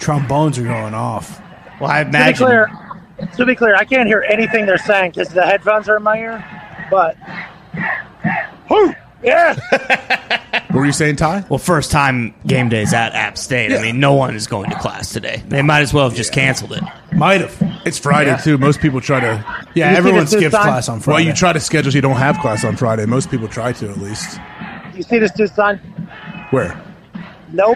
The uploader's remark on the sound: live on location in Boone, North Carolina from the set of College GameDay